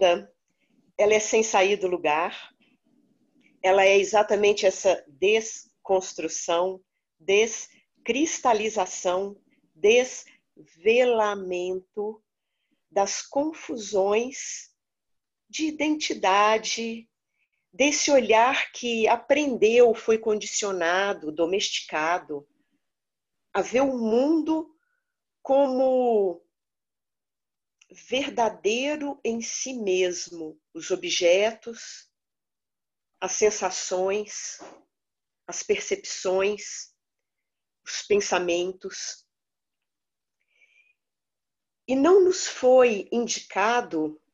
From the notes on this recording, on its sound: Online via Zoom